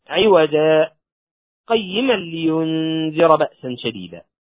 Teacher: فيسكت عند كلمة عوجة مقدارا قصيرا من الزمن مع عدم أخذ النفس ثم يكمل · Term: السكت